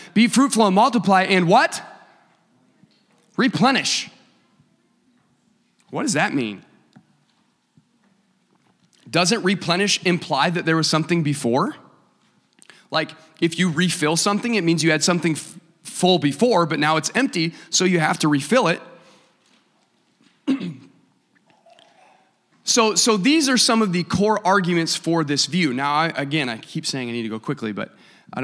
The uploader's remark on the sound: a service recording from Connect Point UPC